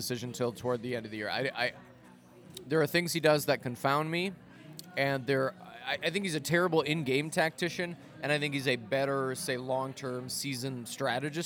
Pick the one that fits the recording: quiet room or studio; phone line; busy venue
busy venue